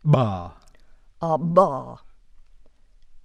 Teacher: The voiced implosives are made with a pharyngeal or glottalic ingressive airstream mechanism. The bilabial implosive stop is ba.